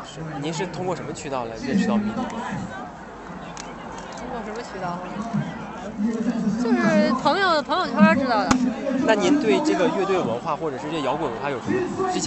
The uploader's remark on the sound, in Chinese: 在跑完崇礼168的30公里后，我又去了迷笛音乐季的现场。今年的崇礼168与迷笛音乐季合作。在30公里的赛道和终点，迷笛音乐节的现场，找到了跑友和乐迷。这次不再是一个人的讲述，我们进入现场，记录下所有能记录的东西。